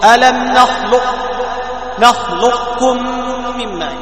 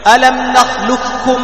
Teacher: بكاف مشددة، لا قاف ولا صفة القاف · Shown in: second take · Term: ادغام محض